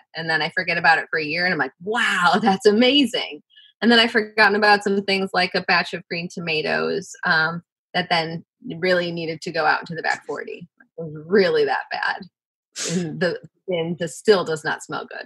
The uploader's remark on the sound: This bonus episode is adapted from a live (virtual) conversation and cooking demonstration. The conversation was broadcast live for Cap Times members.